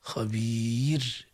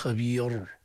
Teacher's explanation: المطلوب تنحيف الراء بمستدق اللسان · Shown in: first take